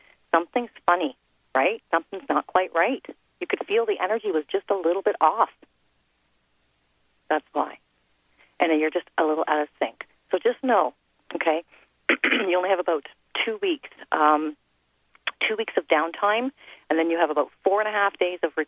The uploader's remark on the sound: Another FULL call-in show